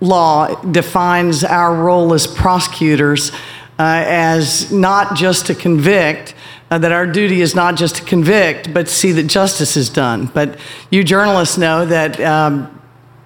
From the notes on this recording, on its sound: Took the Forward Podcast on the road in front of a live audience. Texas Tribune Festival.